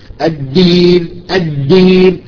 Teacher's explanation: هو تخرج دال مظبوط، ولكن فيها ريحة التاء، هذه من الأخطاء. إذا الدال تخرج صافية، الدين الدين ما فيها جزء من الهمس، إذا أخذت طرف من الهمس تشوب إذا حرف التاء وهو خطأ.